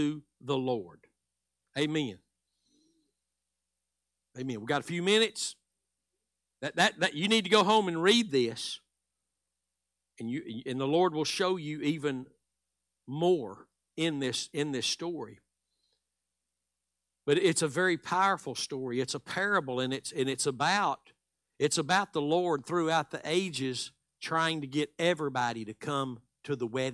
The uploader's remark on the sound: Live Wednesday Evening Service